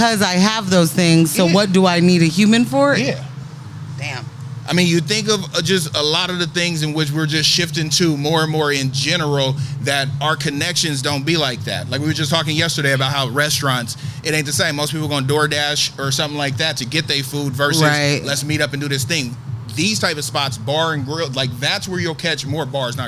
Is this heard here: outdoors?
yes